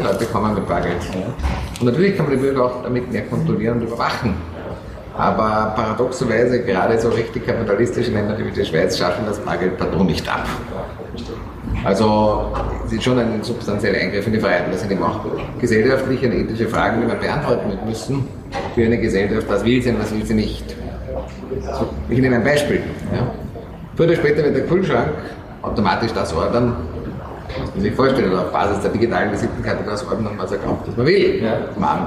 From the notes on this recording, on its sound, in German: Das Interview hat leider nicht die beste Tonqualität, die Aufnahme wurde in einem Stiegenhaus einer Uni gemacht